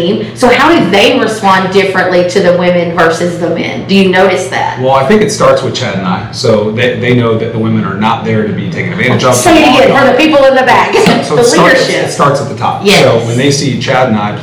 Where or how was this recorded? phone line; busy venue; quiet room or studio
busy venue